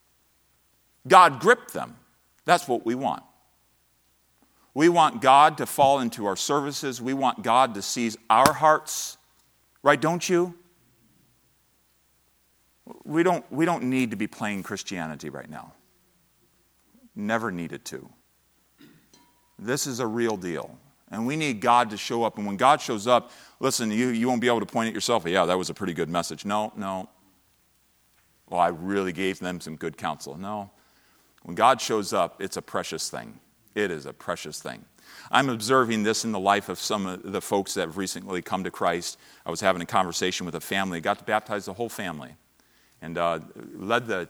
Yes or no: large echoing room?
yes